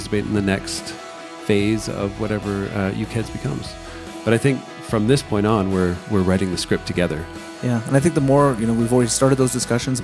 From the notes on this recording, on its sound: taped live at the Uke Heads Gathering in Santa Fe, New Mexico